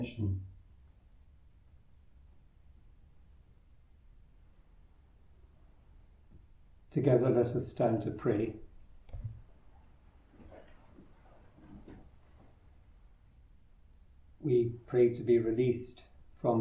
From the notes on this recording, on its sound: Recorded live at Southgate House